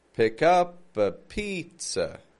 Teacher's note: So putting schwas in there, it gives us that bouncy sound.